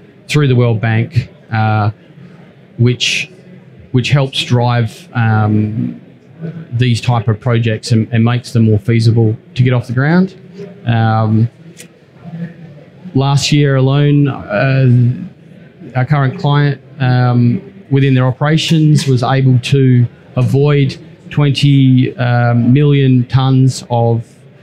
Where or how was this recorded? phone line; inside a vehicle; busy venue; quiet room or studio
busy venue